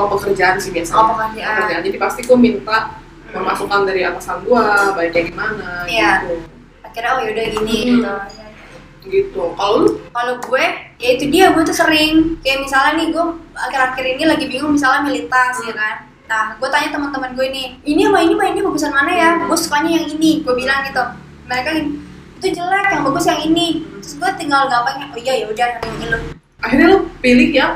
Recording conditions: poor sound quality